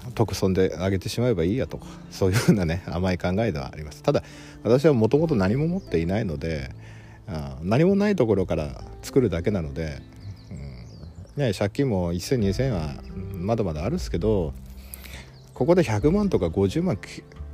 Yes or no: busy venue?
no